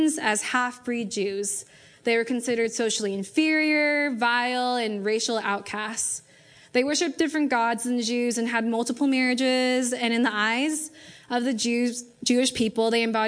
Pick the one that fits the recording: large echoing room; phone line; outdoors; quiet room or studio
large echoing room